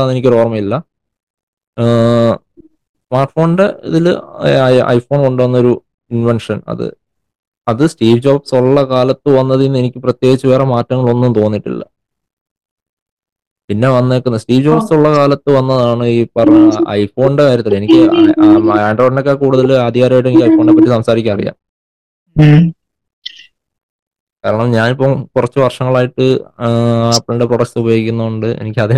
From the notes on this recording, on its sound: All three are in different places. This episode was recorded entirely online. This episode may have its flaws.